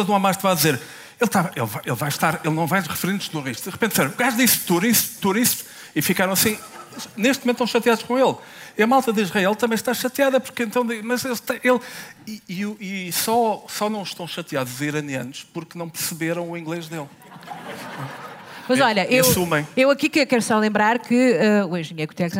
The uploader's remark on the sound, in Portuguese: Ao vivo no Festival Escritaria. Episódio gravado ao vivo em Penafiel no festival Escritaria. Com a ajuda do público.